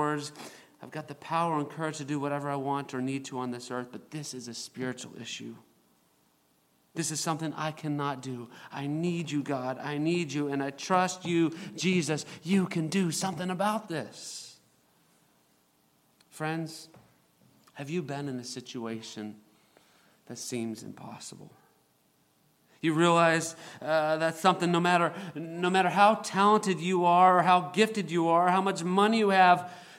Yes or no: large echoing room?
yes